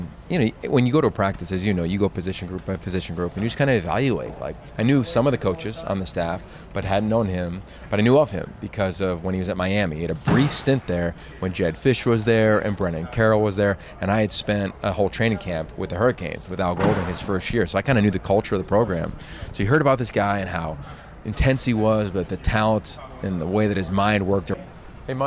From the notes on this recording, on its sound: live at the Rose bowl for media day